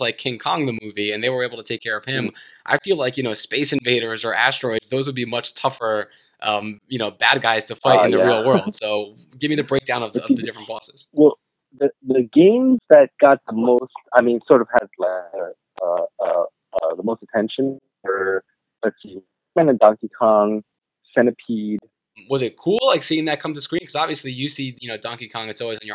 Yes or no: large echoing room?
no